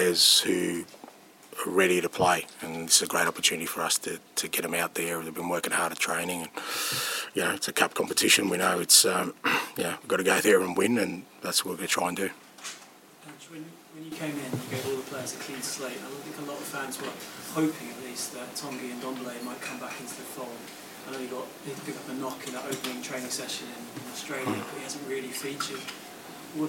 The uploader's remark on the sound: PRESS CONFERENCE